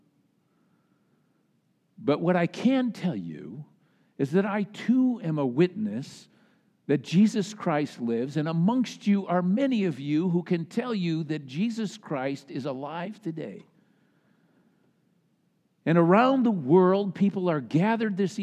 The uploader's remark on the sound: Easter Sunday message delivered during the Traditional Worship Service. Easter Sunday message delivered during the Traditional Worship Service.